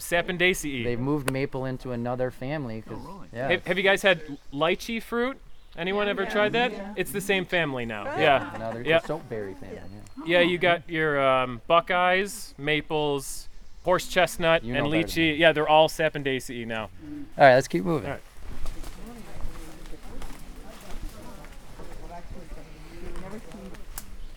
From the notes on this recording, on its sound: The Field Guides Live! (at the Allegany Nature Pilgrimage). The guys were invited to lead a hike at this year's Pilgrimage.